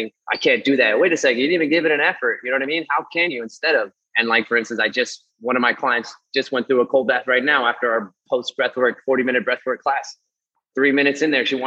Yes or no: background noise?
no